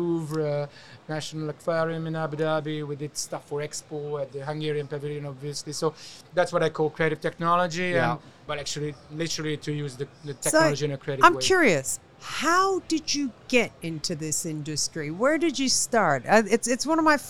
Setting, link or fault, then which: setting, busy venue